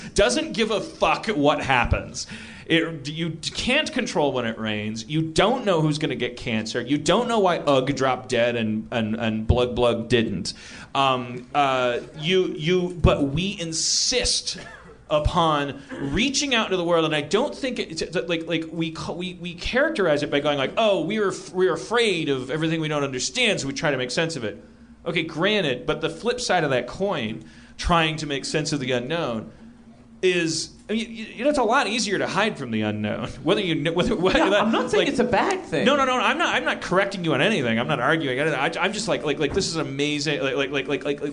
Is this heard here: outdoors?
no